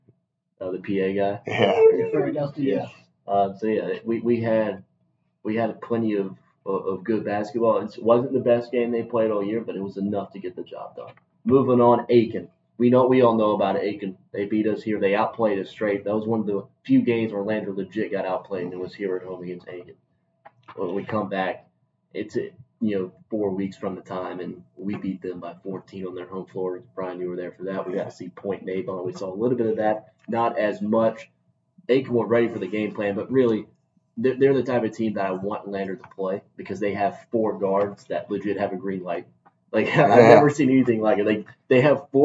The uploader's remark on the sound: Apologies for the wacky audio quality!